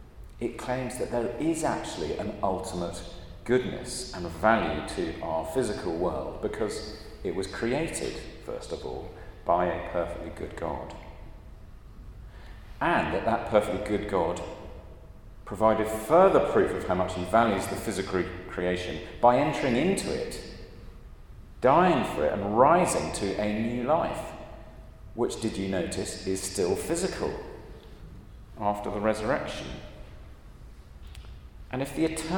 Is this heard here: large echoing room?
yes